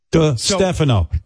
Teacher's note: But the accent is on the Stefano.